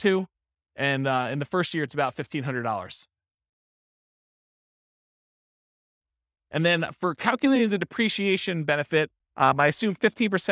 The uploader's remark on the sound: This was a live class recorded